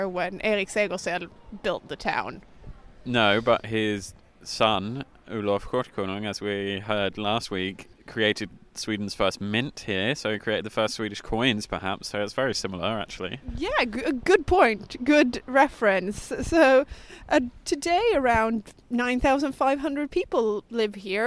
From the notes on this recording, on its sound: Sigtuna - Sweden's Oldest Town. Listen to us explore the runestones, church ruins and Sweden's oldest main street, in our second on-location recording. Unfortunately, it also has some not very podcast-friendly ducks!